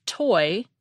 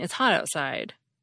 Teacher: We aspirate the T at the beginning of toy, but swallow it at the end of hot